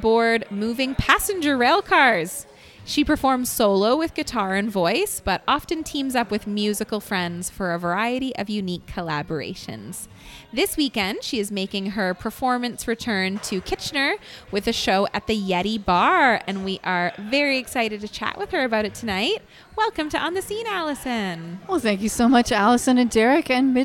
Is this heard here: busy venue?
yes